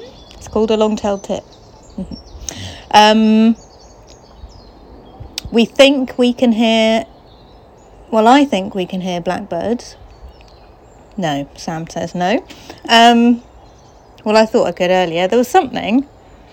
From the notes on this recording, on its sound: Birdsong at the allotment. Allotment update recorded in the shed at 14b Paddocks Allotments, in South West London.